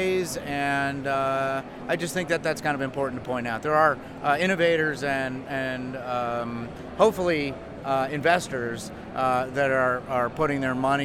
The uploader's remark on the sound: Attended the CES show in Las Vegas. Audio diary, musings and highlights from the Consumer Electronics Show 2024 in Las Vegas.